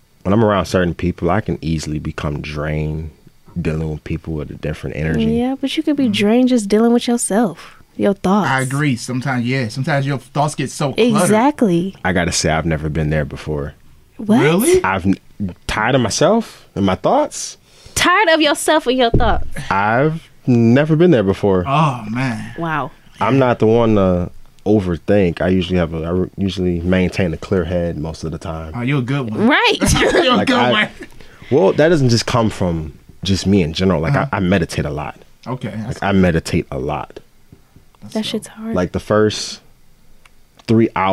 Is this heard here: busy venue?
no